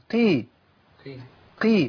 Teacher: القاف المكسوره او اي حرف من حروف التفخيم مكسور بيبقى ضعيف جدا لان الكسره بتدخل عليه